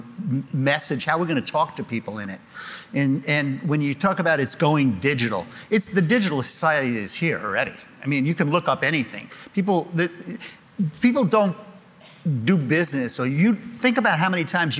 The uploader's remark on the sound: LIVE from the Game Changers Summit 3